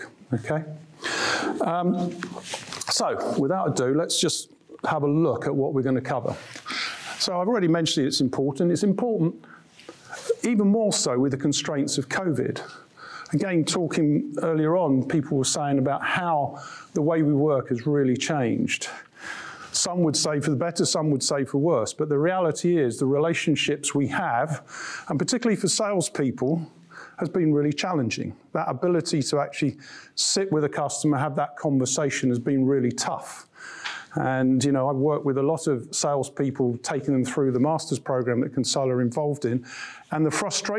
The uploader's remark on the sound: An intimate dinner with Introhive. Gives an insightful presentation to a group of sales leaders. Including questions from the audience.